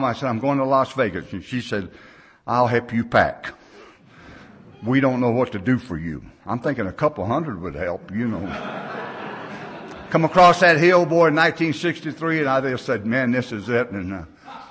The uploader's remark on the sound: speaking at the XV Beartooth Mountain Conference in Big Timber MT in June of 2007